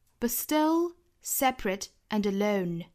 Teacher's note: But 尾部的 t 省掉，然后 but 整个做弱读啊，读成 b b schwa soundb， but still separate andalone。这个 separate 尾部的这个元音呢也是可以读成一个 aseparate，也可以读成一个